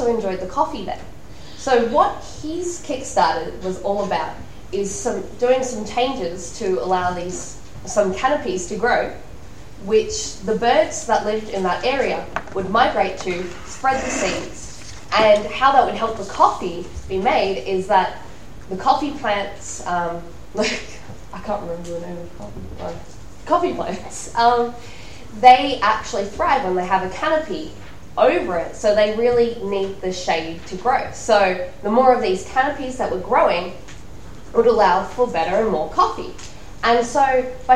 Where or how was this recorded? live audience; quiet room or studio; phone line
live audience